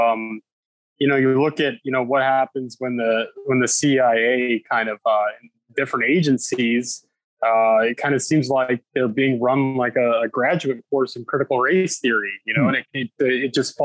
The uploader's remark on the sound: sits down over Zoom